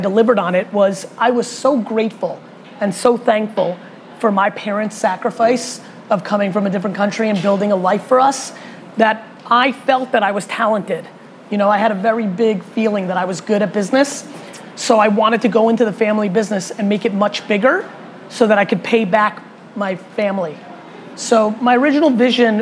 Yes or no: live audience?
yes